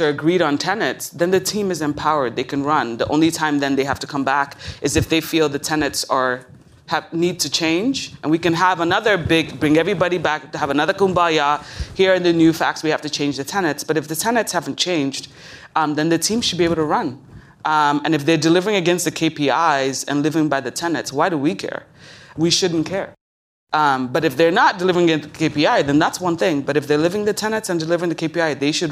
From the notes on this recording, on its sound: Deloitte University Next Generation Academy. This conversation with these two accomplished marketers was recorded in front of an audience at the 2022 Deloitte University's Next Generation Academy in Westlake, Texas.